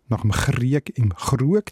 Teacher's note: So normal Schweizerdeutsch ist das Zungen-R nach dem Krieg im Krug. Also weiter vorne. Weiter vorne, an der Zungenspitze.